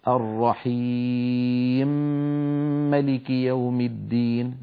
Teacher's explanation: فأبو عمرو حتى يدغم الميم الأولى في الثانية يسكن الأولى، يعني يجردها من كسرتها فتصبح ساكنة، عندئذ يسوغ له أن يدخلها في الميم التي بعدها، فيقول الرحيم ملك يوم الدين، لأنه يقرأ ملكي ولا يقرأ مالكي كحفص. · Term: إدغام كبير